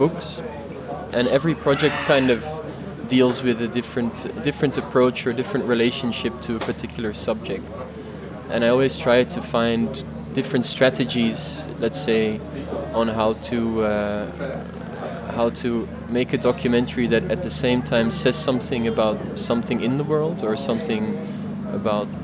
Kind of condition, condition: setting, busy venue